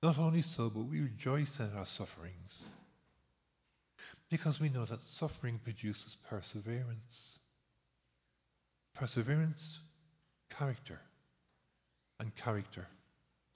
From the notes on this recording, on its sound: Recorded live in Liberty Church